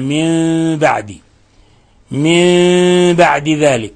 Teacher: فهنا الحكم التجويدي عند حرف واحد فقط، هذا الحكم متعلق بحرف واحد، إذا جاء بعد النون الساكنة أو التنوين حرف الباء فهذا الحكم التجويدي يسمى إقلاب، يعني نقلب النون الساكنة عند الباء ميما مخفى